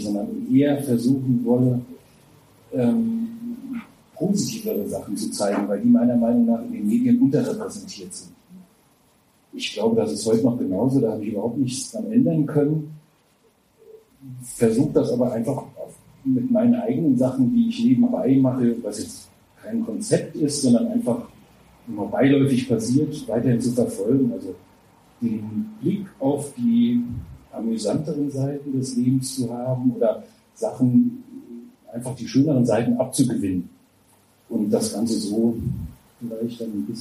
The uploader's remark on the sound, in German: Livemitschnitt der Netzwerkveranstaltung Content und Crémant. Sprachen wir im schönen Jules Verne in Saarbrücken.